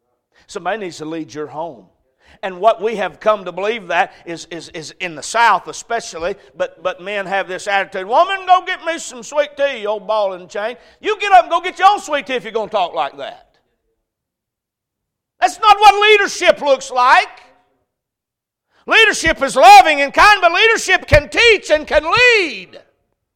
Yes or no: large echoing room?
yes